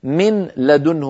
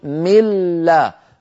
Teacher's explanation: ثم نرى في التعريف يرتفع المخرج عنهما ارتفاعة واحدة، يعني بدلا من أن نقول من لدنه فنرفع اللسان مرة للنون ومرة للام، نقول ملا فنرفع اللسان مرة واحدة للحرفين · Shown in: second take · Term: الإدغام